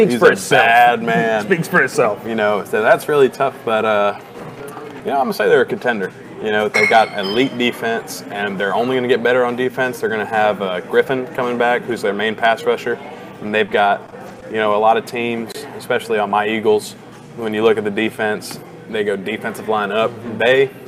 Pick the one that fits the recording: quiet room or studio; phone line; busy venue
busy venue